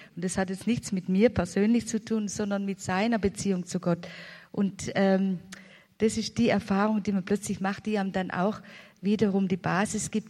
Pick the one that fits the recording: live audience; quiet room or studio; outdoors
live audience